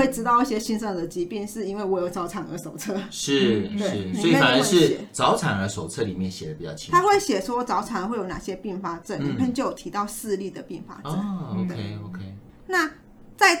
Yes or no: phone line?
no